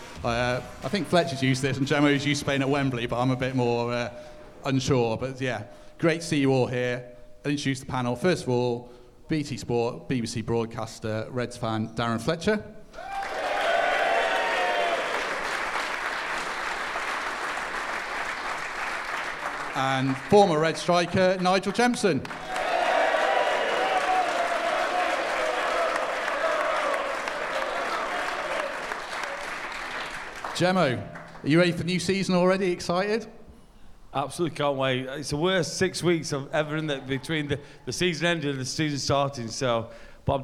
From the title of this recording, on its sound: GARIBALDI RED LIVE! | SOLD OUT SHOW IN FULL